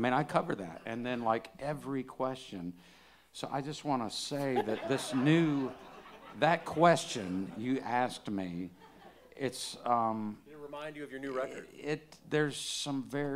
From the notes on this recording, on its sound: This episode was recorded live at The Grey Eagle.